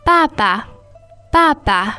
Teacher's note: the tones on that are fourth and neutral